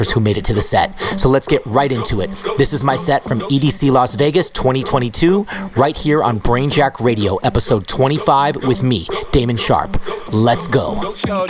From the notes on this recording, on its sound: live set from EDC Las Vegas 2022